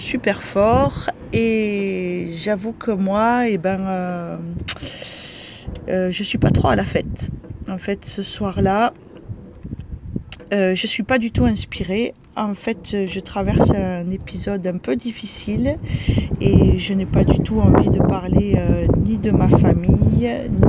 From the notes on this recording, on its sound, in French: Enfermée dans ma voiture avec des rafales de vent à plus de 80 km heure comme notre pays sait en produire, j'ai enregistré cette petite histoire sonore